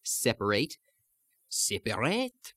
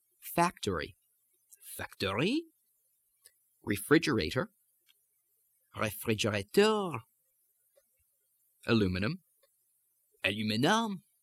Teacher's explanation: rise in pitch as you stress the final syllable · Term: French stress trait